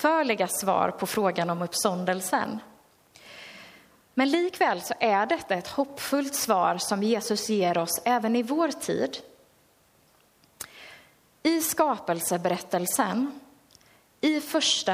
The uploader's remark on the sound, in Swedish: Inspelad under gudstjänst i Löfstadkyrkan i Tranås 2022-11-05.